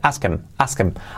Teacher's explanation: La H de him prácticamente pues se puede omitir. Puedes decir ask him o se omite ask him, ask him.